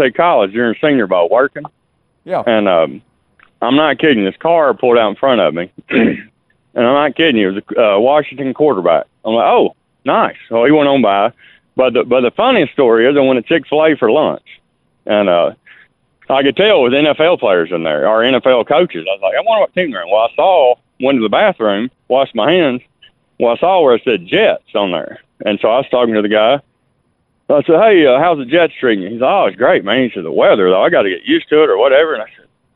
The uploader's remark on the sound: taking more of your phone calls